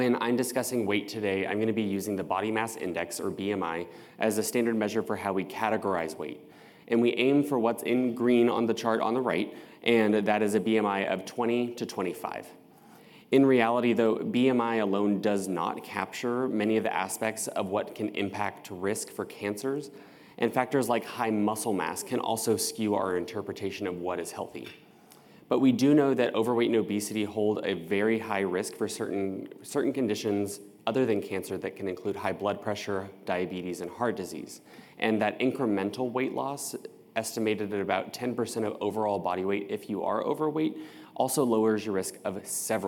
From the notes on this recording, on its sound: Welcome to this year's Eye Believe 2023 Survivorship Seminar recording series.